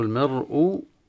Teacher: راء ساكنة ومفتوح قبلها فحكمها التفخيم